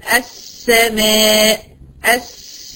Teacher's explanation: بنطق اتنين سين ولا لا؟ ايوه بنطق اتنين سين، سين ساكنه وسين مفتوحه